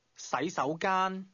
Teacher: Did you hear the series of rising tones ending on the high level?